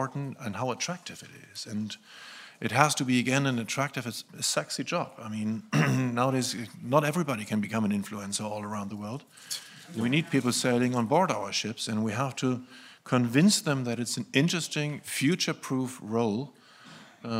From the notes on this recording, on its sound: KEYNOTE ROUNDTABLE at the 3rd Annual Capital Link German Maritime Forum, Hamburg. At the Radisson Blu Hotel in Hamburg, Germany.